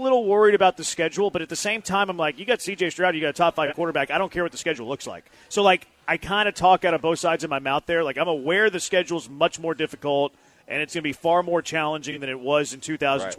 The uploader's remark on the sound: live from The Decoy